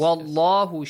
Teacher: But the next one is wallahu, it's a heavy lam, right? Yeah. Heavily pronounced.